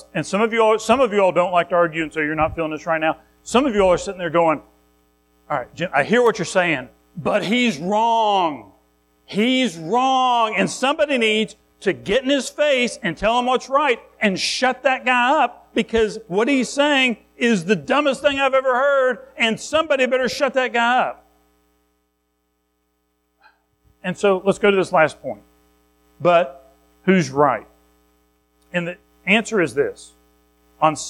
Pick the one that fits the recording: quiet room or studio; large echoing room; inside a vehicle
large echoing room